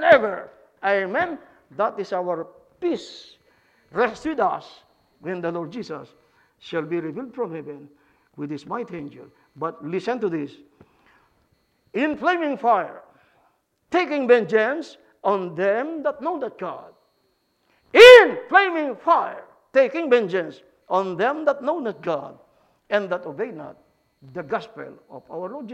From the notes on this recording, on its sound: this message preached at Lighthouse Baptist Church in Schenectady, New York